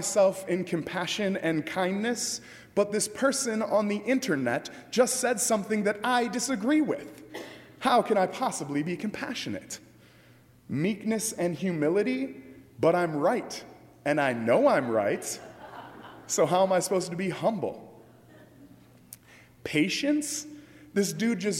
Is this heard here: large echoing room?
yes